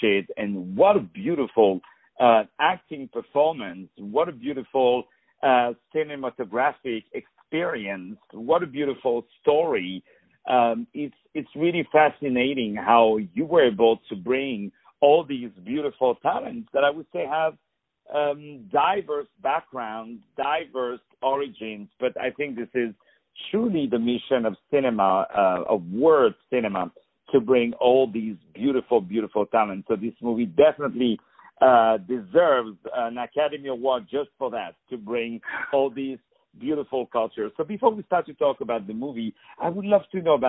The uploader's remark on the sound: On the phone